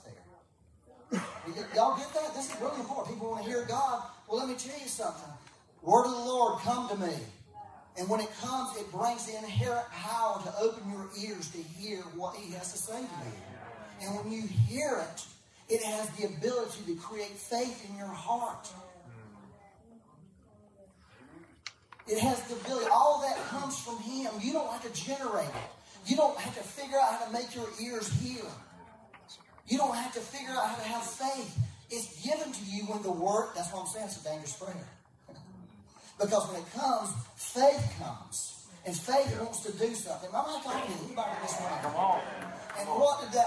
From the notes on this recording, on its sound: Please excuse the poor audio quality. We had technical difficulties and had to use a back-up method for recorded audio.